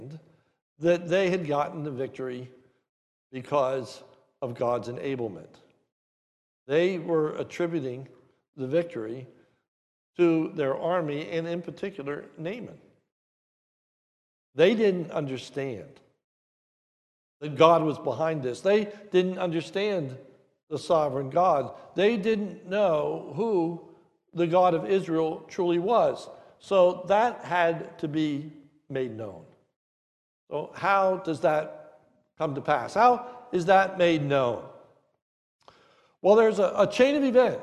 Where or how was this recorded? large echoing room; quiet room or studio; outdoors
large echoing room